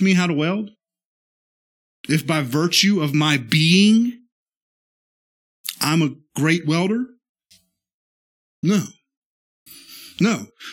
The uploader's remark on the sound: This is the sermon from our Tuesday night worship service